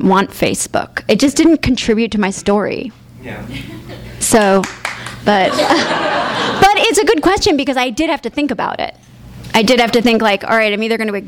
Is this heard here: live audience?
yes